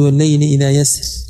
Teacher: الترقيق من نظر لكونها مكسورة مراعاة للياء المحذوفة فتقول والليل إذا يسر بالترقيق وأما التفخيم فوجهه أنها راء ساكنة